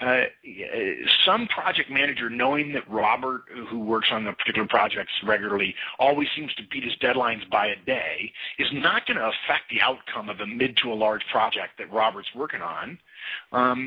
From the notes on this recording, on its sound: March 2011 Conference Call